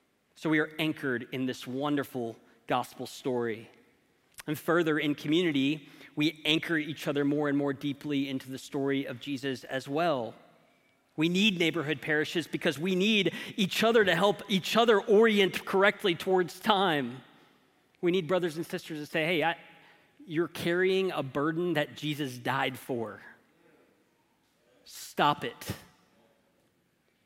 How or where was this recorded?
large echoing room